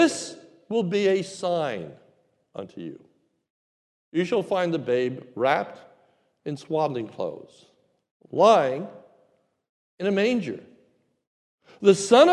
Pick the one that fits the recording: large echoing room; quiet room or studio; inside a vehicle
large echoing room